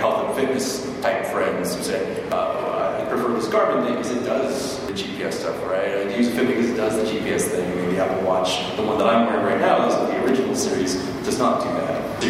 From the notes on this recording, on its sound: NB: we had no control over the recording process. The audio is not great.